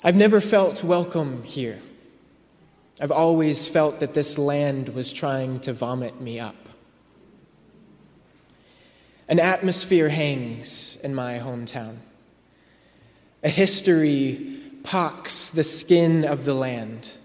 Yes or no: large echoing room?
yes